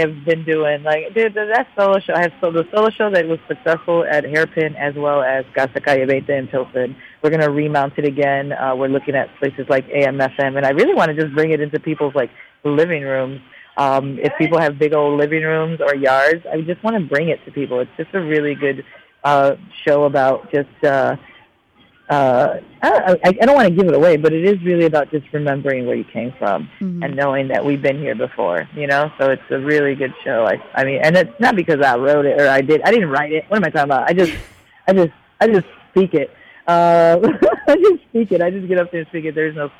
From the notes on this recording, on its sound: phoned